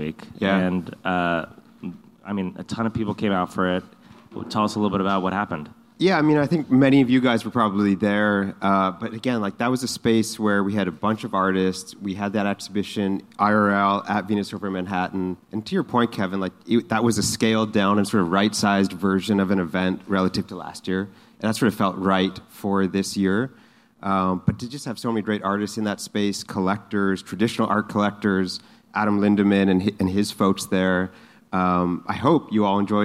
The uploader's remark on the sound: In this live audience episode, we come to you from NFT NYC 2023!